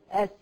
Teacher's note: الثنايا العليا مع الثنايا السفلى، تصادم الثنايا العليا مع الثنايا السفلى · Term: مخرج السين